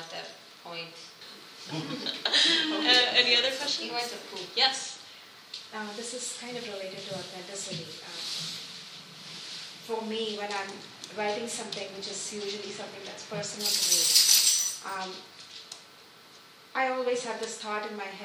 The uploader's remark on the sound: at 24:30—(open the questions up to the audience)